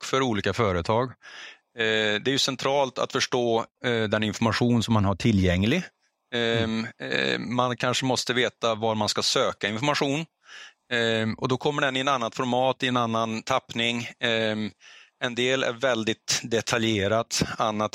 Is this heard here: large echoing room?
no